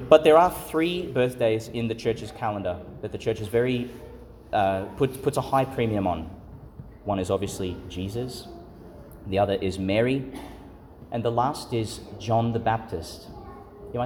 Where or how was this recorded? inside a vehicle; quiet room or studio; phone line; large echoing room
large echoing room